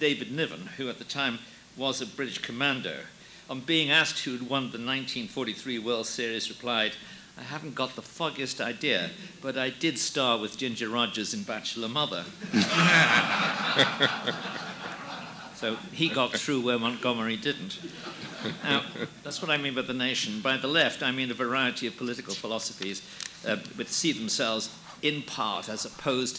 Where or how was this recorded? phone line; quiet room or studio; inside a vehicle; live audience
live audience